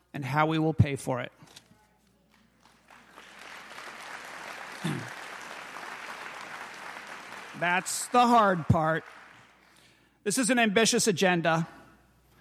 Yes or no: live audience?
yes